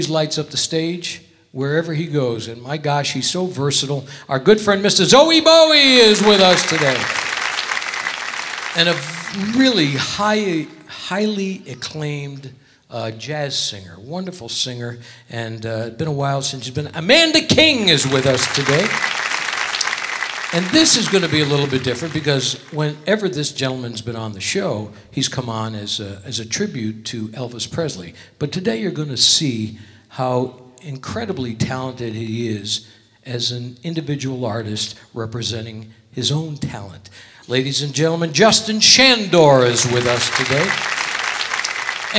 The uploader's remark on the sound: Live at the SouthPoint Casino